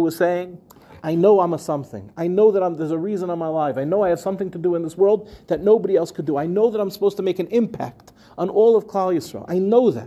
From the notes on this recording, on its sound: In this week's Parsha shiur, delivered at the final NCSY Kollel Mishmar of the summer